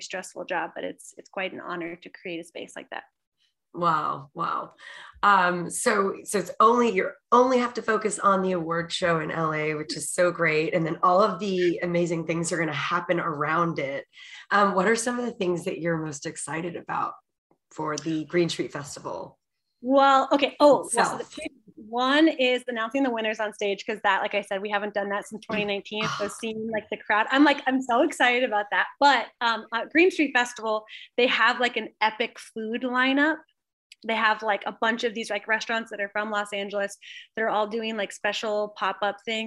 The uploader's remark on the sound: Episode recorded in New Braunfels, Texas via Zoom.